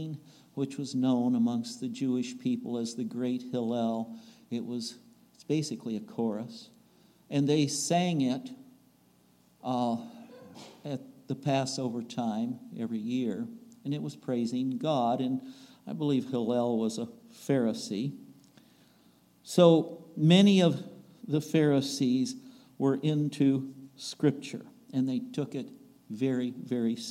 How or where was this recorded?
large echoing room